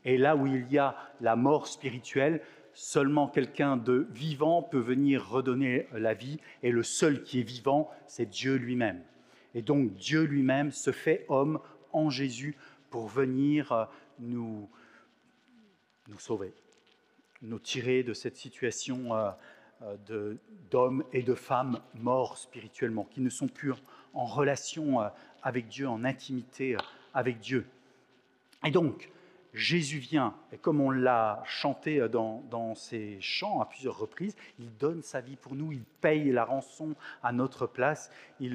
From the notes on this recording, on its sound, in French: Enregistré à l'église CVV, le 19/06/2022